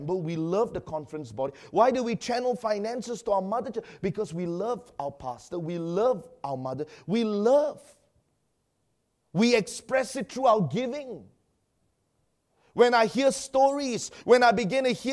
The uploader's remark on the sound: preached during our Sunday evening service